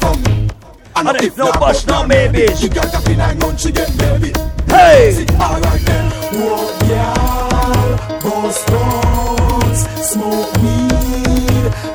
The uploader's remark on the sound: LIVE AT ISLAND SATURDAYS ON NOV 19TH, 2016